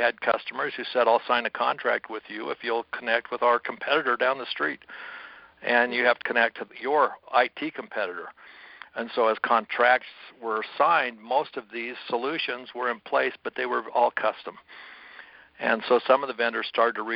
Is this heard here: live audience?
no